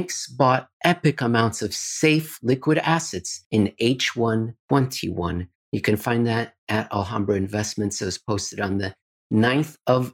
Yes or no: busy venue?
no